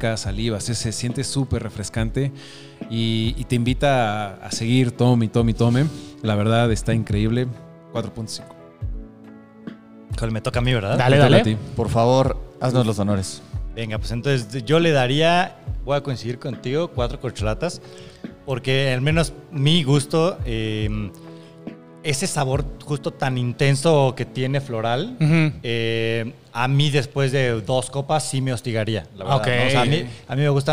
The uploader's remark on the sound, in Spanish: Grabado fuera del estudio de DDLB; una vez más en el bar de nuestros buenos amigos.